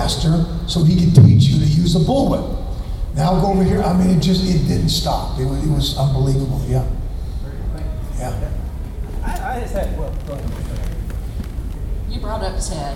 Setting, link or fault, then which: setting, live audience